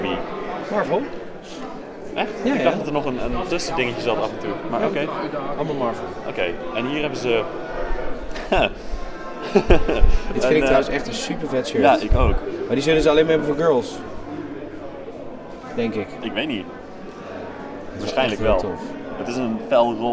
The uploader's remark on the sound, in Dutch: Live vanaf Echo Base